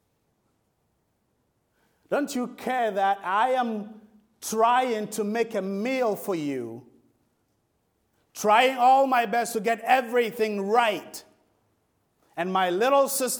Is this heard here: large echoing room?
yes